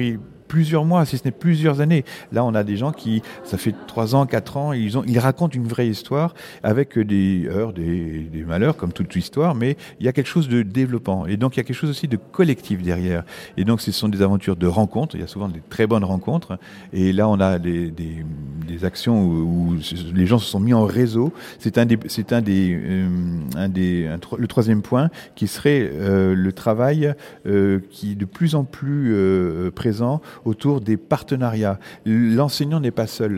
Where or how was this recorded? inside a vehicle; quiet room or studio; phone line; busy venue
busy venue